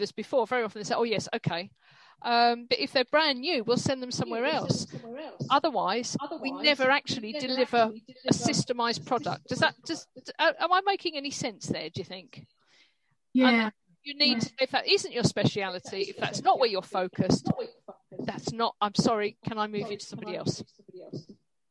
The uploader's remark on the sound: The recording quality in this is beyond bad. In the studio today.